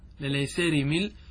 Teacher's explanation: طيب وللأيسار مل، للأيسار مل، عندنا فتحة التي هي السين، السين مفتوحة ووقعت قبل الراء المكسورة، فهذه أيضا فتحة تقبل الإمالة، فتميل الفتحة التي في السين إلى جهة الكسرة